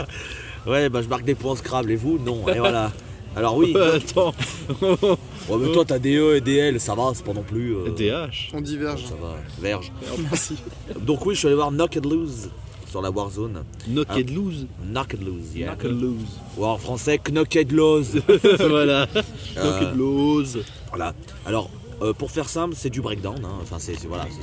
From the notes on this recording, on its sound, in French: Les Enjoyés au Hellfest 2018. Il s'agit d'une review collective entre amis, enregistrée sur place, au jour le jour pendant le festival.